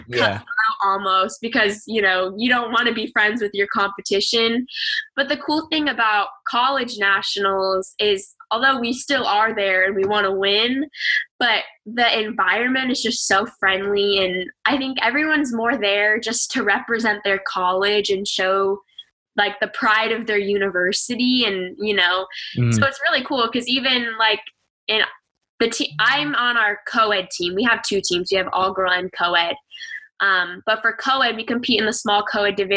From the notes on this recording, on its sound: this episode was recorded via Zoom, so the audio will not be as clean in some parts of the show